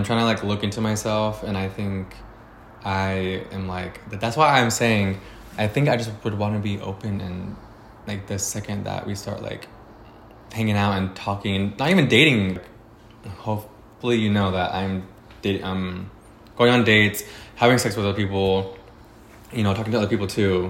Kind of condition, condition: fault, sounds in the background